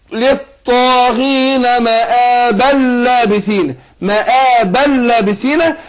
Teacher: هنضغم نون التنوين في اللام ادغام بغير غنه. فعلامه الادغام هنا انه يحط لك شده على الحرف التالي، خدت بالك؟